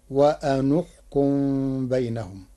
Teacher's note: قرأ ورش كلمتي وأن احكم بضم النون لضم ثالث الفعل وهي الكاف، فتصير وأن احكم بينهم.